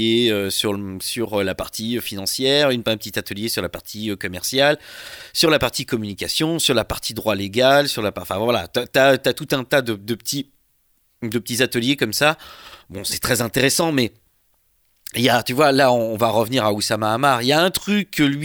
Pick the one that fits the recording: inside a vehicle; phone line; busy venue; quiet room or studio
quiet room or studio